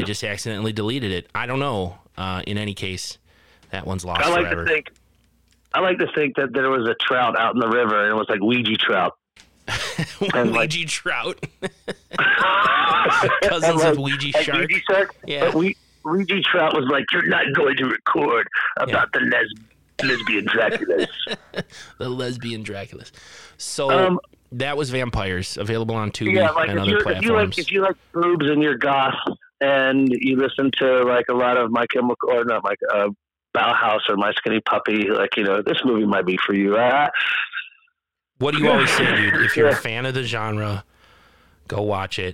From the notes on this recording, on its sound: Well we lost the original recording for Episode 87: Vampyres. However your fearless hosts connected over the phone to do a fast review of the movie.